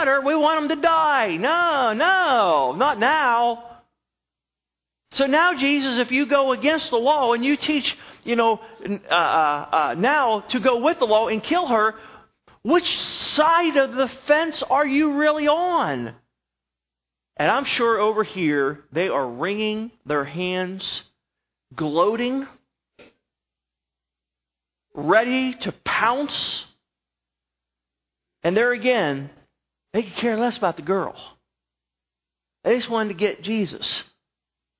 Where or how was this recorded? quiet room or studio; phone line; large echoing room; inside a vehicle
large echoing room